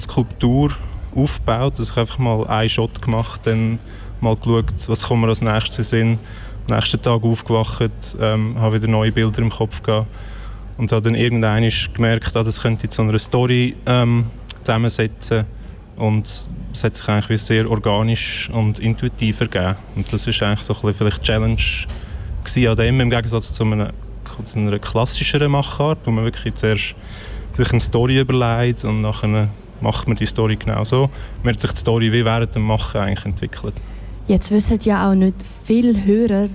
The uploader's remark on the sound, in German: Fantoche 2022. Kanal K berichtete während der 20. Festivalausgabe live aus dem Merkerareal in Baden.